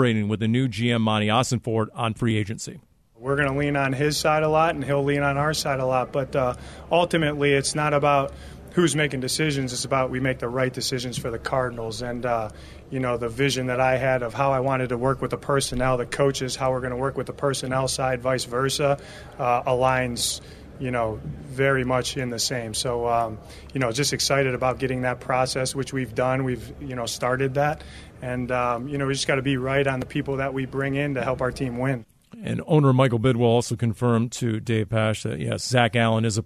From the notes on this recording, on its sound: live from the NFL Combine in Indianapolis